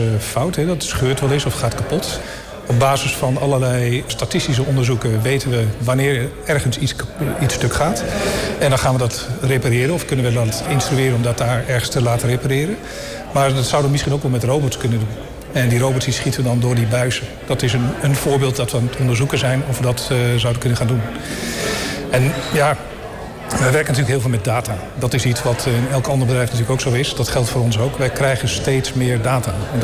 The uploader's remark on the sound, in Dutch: Een van de events op de Floriade Expo-terrein vond plaats op 22 september: het Floriade Hub Café. Een live-radioprogramma vanuit de Green Innovation Hub in The Natural Pavilion met muziek en aansprekende gasten uit de wereld van tech en innovatie.